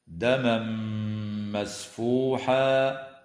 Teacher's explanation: ويدغم في الميم مع الغنة في قوله تعالى دما مسفوحا